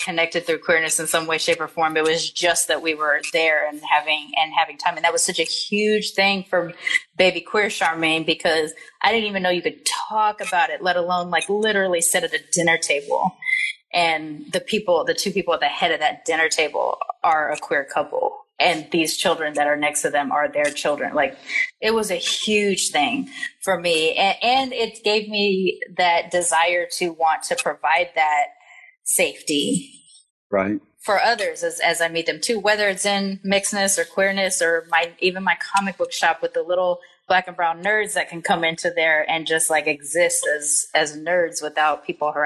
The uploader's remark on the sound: I am sharing the audio from my new IG Live Series